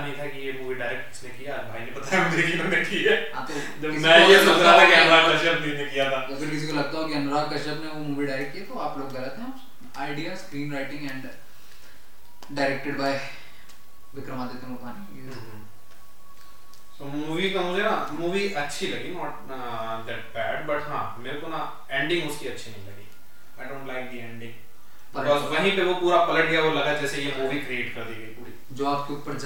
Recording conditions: poor sound quality